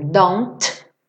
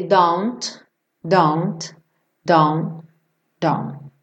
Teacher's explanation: Dito isso, essa consoante oclusiva, ela pode aparecer mais ou menos. Ou seja, eu tanto posso fazer don't, com um T bem marcado, como eu posso ir reduzindo ele don't, don't, don't, don't.